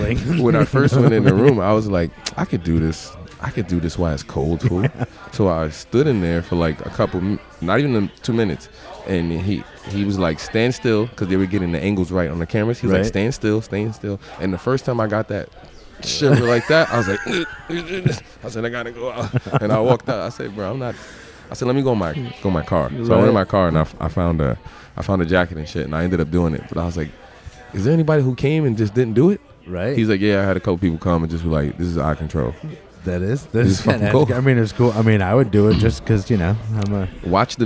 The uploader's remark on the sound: At Tanpopo Ramen and Sake Bar in Albany. This was a very cool episode to record, as it is the first one I have ever recorded in a crowded restaurant.